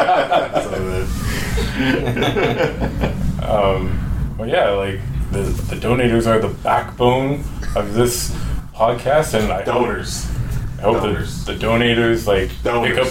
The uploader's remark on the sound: We’re live at TFcon Toronto 2017. On this episode, we’re live at TFcon Toronto 2017.